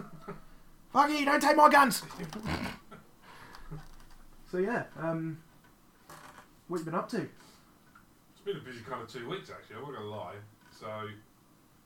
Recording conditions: poor sound quality